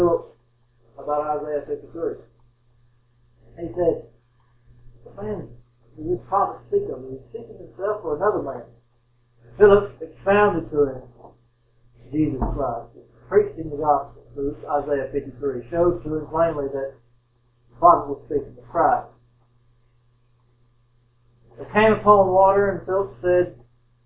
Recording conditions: poor sound quality